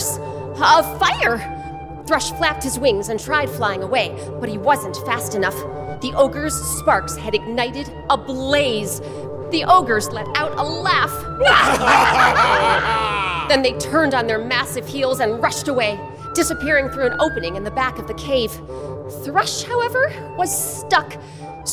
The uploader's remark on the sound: Recorded live at Tanglewood with members of the … and an all-star cast.